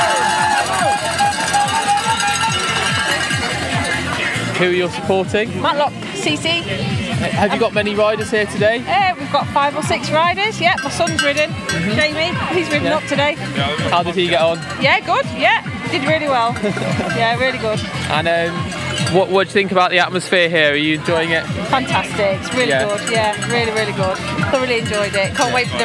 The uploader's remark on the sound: Records live from the UK National Hill Climb Championships in Llangollen, North Wales. The clang of cow bells, blast of horns and roar from the crowd will transport you to the Old Shoe’s relentlessly steep slopes.